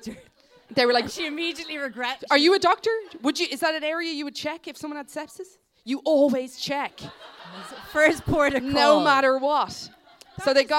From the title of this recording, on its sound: LIVE AT THE LIGHTHOUSE